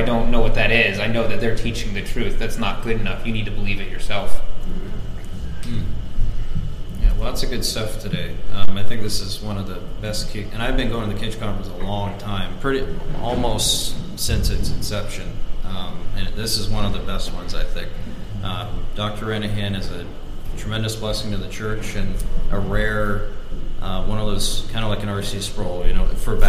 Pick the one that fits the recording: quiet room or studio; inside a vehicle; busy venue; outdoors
busy venue